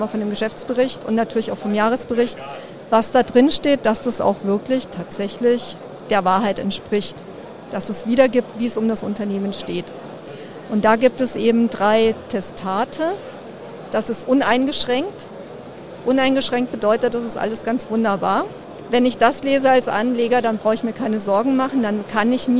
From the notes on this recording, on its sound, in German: Diesmal live vom Börsentag Hamburg